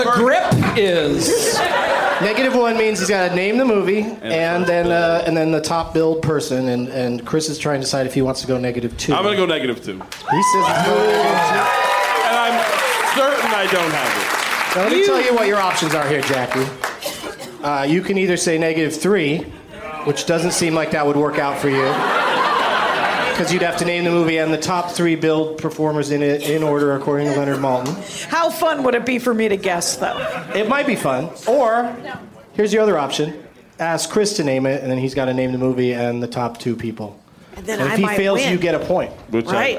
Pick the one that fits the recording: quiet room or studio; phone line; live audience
live audience